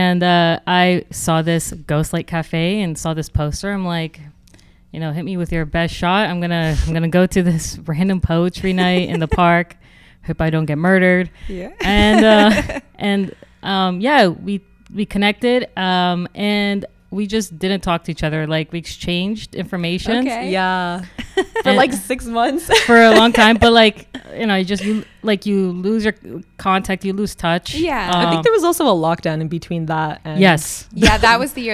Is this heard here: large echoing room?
no